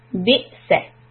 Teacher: When there is a sukoon on the letter hamza, we do this cut off sound like a hiccup.